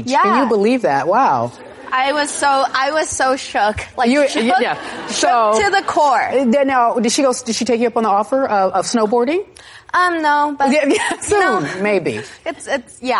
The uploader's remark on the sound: In front of a live studio audience.